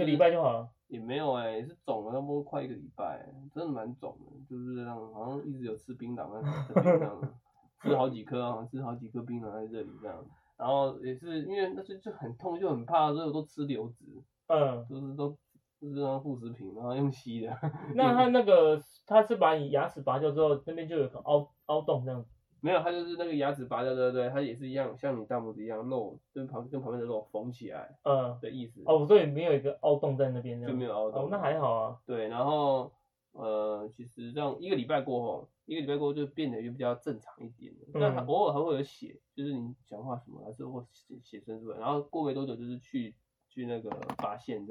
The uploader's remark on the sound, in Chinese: 這一集的收音會有點瑕疵